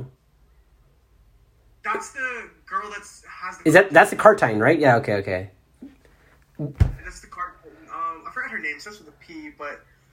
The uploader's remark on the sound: Apologies for the audio quality on this EP once I get the proper tools we making these EPs Studio Style!